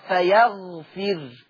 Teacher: ورش يقرا بسكون الراء فيغفر. فيغفر يسكن الراء